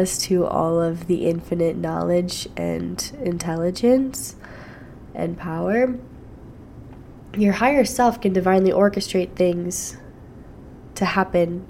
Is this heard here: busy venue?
no